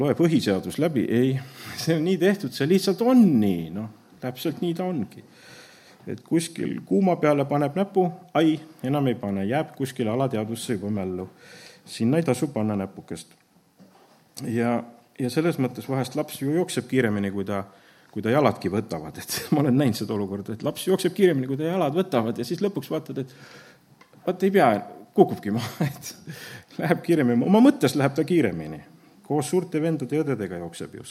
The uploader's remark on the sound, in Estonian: Audio salvestus koosolekult